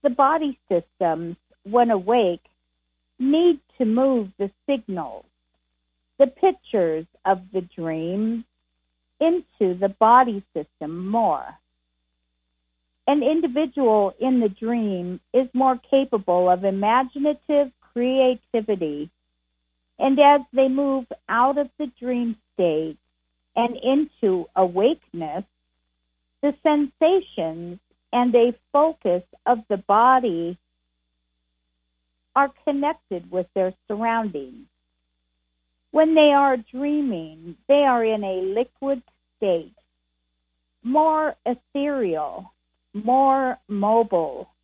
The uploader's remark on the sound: Conference Call LIVE, June 15, 2022